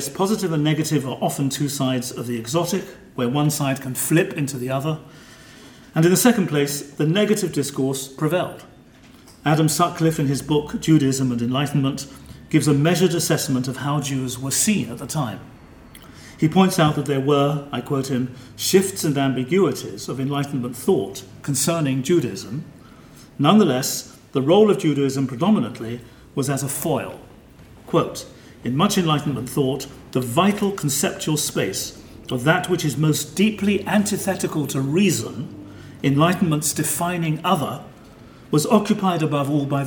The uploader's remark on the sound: This paper was given on 16 May 2013 at the German Historical Institute London as part of the European Leo Baeck Lecture Series London, 2013.